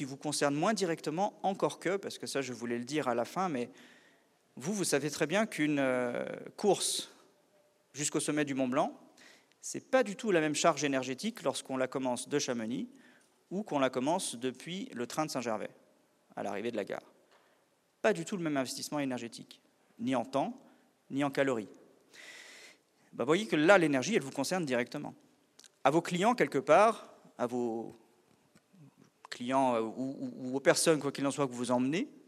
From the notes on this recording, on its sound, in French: Une conférence de l'ENSA, Ecole Nationale de Ski et d'Alpinisme à Chamonix-Mont-Blanc